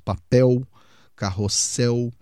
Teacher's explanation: Quando você coloca o L no final da palavra, se você não for gaúcho ou se você não for aquele pessoal mais antigo que vai falar papel, carrossel, que vai puxar bem esse L do final da palavra, você vai transformar esse L quase num U, né?